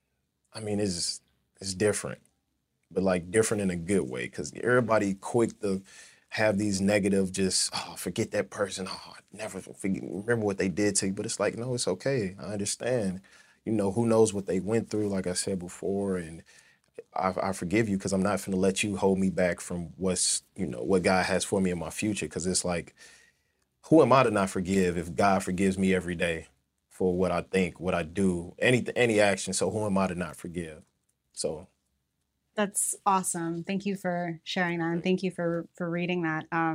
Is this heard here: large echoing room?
no